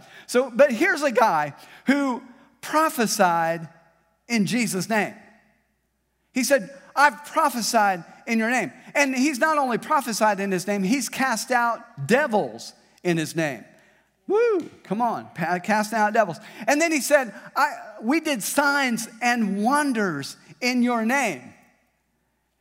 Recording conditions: large echoing room